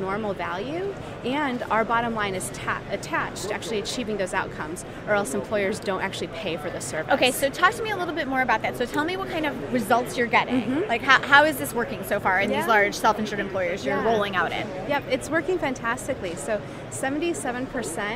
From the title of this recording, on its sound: LIVE from #HiMSS17